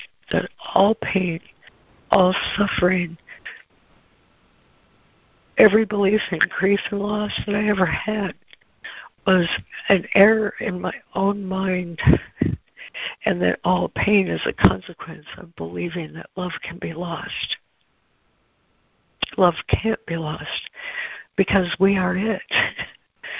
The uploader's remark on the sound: ACIM Daily Conference Call